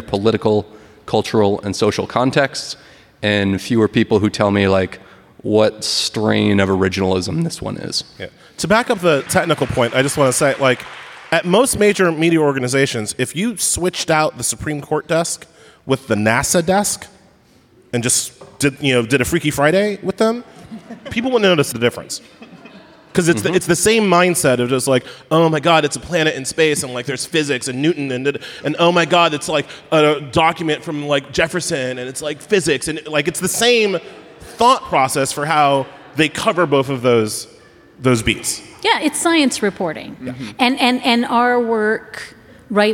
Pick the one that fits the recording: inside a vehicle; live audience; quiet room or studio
live audience